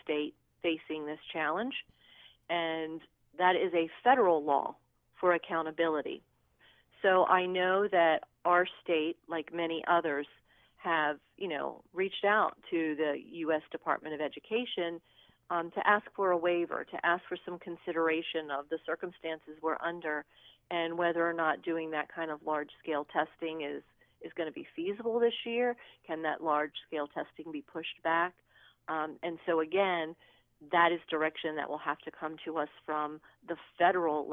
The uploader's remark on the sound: by phone